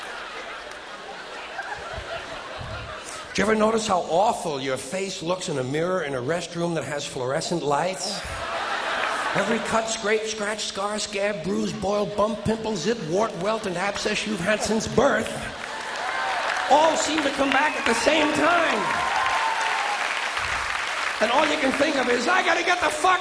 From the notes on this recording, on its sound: taped on April 24 and 25, 1992, at the Paramount Theater, on the grounds of Madison Square Garden in New York City